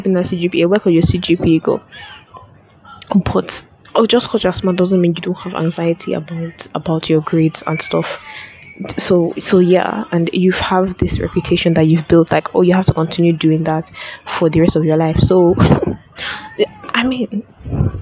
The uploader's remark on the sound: I decided to record while walking around school. I'm out of breath for most of it so enjoy the weird sound of heavy breathing.